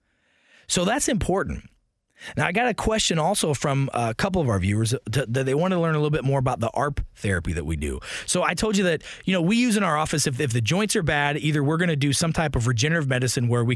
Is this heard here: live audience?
no